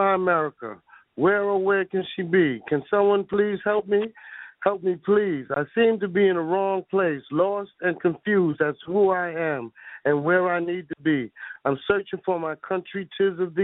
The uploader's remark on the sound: in a phone interview